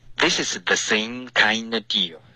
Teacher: Same 可以听到你有一些滑动，可是不够饱满，因为你的开头嘴巴没张开，变成 c，应该是 same。